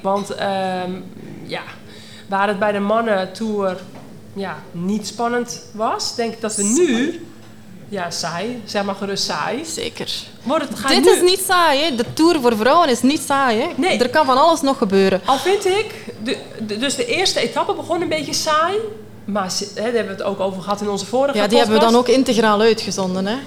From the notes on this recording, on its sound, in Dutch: Live vanuit een vol Café Coureur in Borgloon!